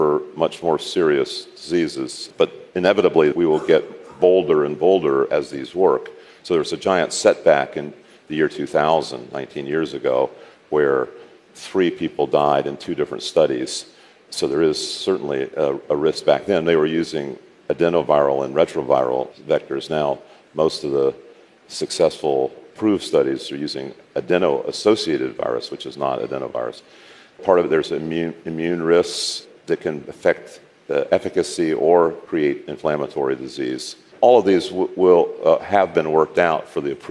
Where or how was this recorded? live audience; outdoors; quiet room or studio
live audience